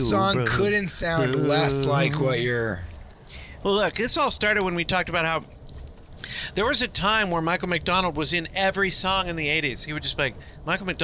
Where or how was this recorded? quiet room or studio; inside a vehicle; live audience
inside a vehicle